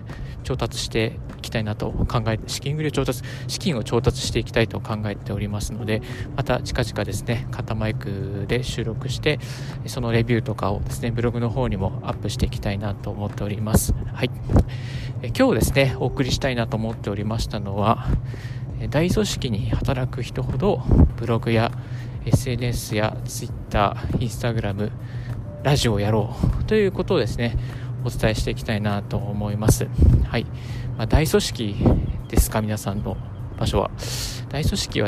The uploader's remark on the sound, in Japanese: 歩きながらラジオ配信。